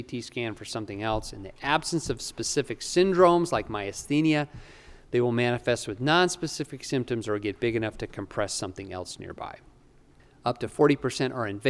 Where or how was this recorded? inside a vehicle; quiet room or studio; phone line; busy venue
busy venue